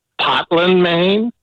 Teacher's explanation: that dropped R sound following a long vowel is characteristic of the Northeastern dialect